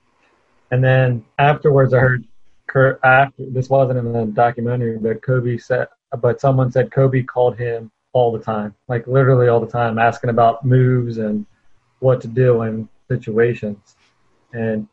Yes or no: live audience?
no